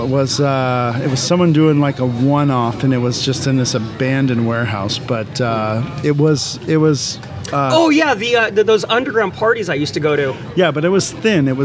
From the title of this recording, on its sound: Live from Creep It Real OC 2021